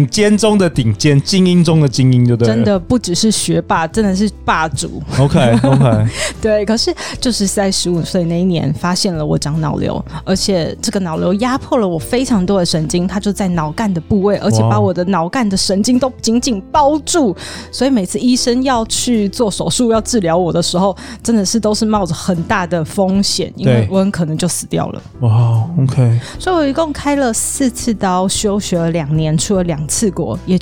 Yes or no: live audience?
no